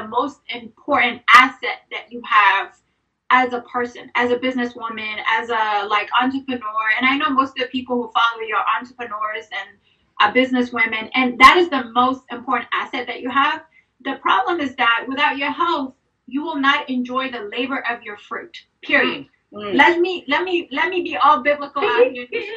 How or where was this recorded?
video call